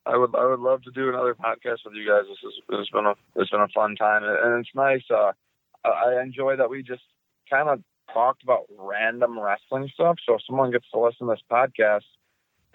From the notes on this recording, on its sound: via phone